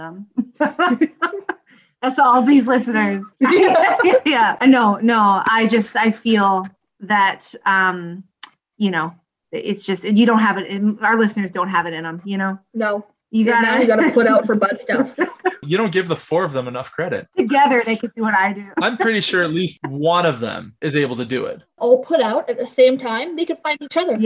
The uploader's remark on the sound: First off, we are sorry about the sound issues. We had a microphone problem and did the best that we could with it.